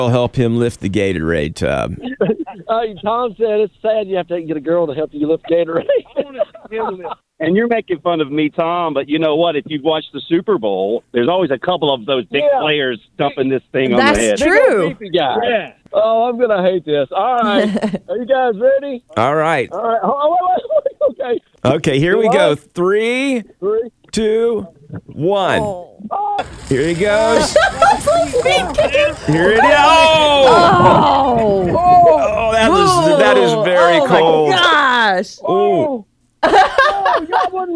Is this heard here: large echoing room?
no